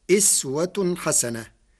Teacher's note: قرأ ورش كلمة أسوة بكسر الهمزة فتصير أسوة حسنة